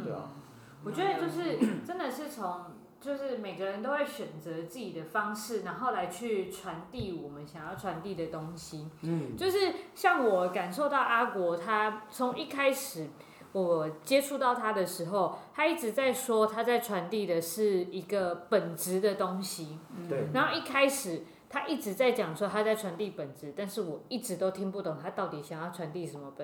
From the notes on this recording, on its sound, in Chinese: 錄音地點｜ 藍色咖啡館 108台北市萬華區大理街131號。